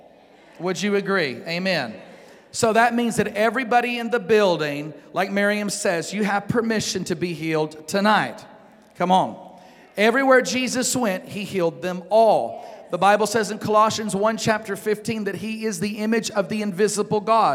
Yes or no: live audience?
yes